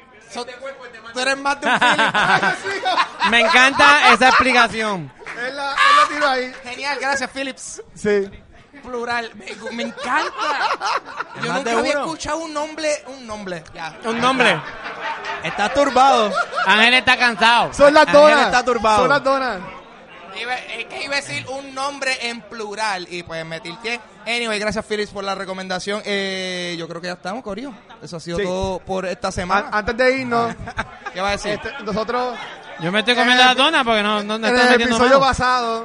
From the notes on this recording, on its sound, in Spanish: Fue grabado ¡EN VIVO! Desde la tienda Gaming Zone en Plaza las Americas.